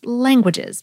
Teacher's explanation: The word itself, three syllables, one accented and two unaccented, is a dactyl.